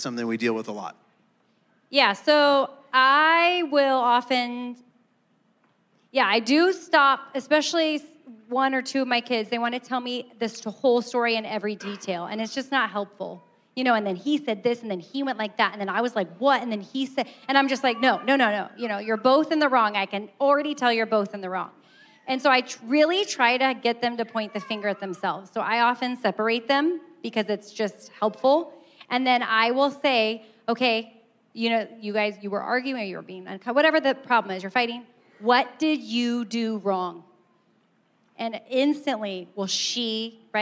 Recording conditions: live audience